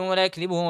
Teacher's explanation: بفتح الياء وإسكان الكاف